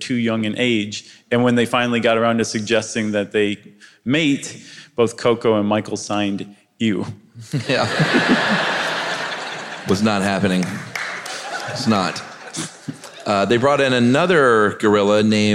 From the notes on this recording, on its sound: Recorded live before the pandemic in January 2020 at the Castro Theatre for San Francisco Sketchfest